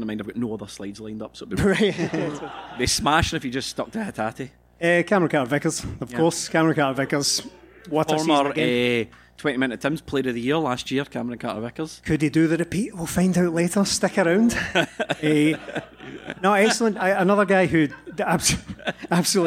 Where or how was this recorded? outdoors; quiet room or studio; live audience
live audience